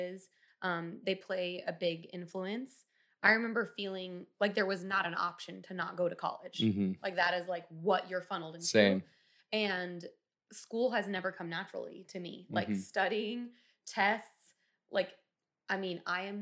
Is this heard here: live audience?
no